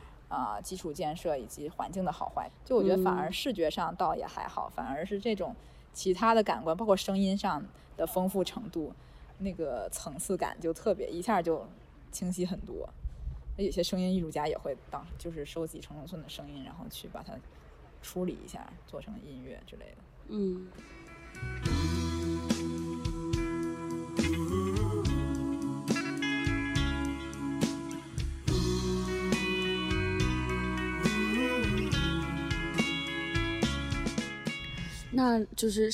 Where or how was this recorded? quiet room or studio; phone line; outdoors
outdoors